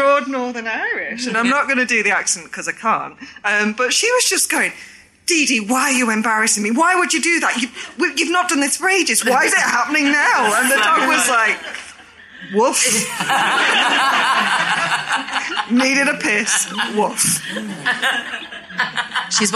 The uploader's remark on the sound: This episode was recorded in front of a live audience at The Stand Comedy Club, as part of the Edinburgh Fringe back in August.